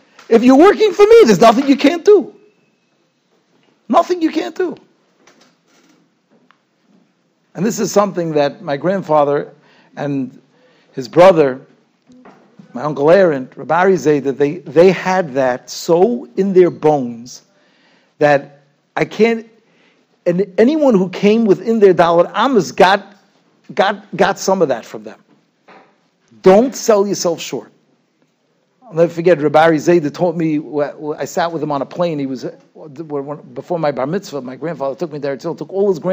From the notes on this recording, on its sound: Shiur recorded in Yeshivas Ohr Reuven, Monsey, NY.